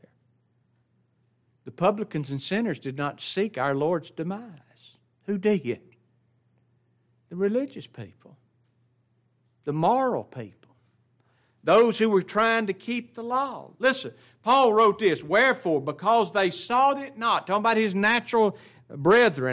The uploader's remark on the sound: It was preached at Grace Baptist of Ruston Louisiana.